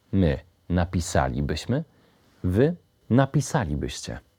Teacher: wyrazów, w których akcent pada na czwartą sylabę od końca. Dotyczy to czasowników w pierwszej i drugiej osobie liczby mnogiej trybu przypuszczającego, a więc z cząstkami byśmy, byście.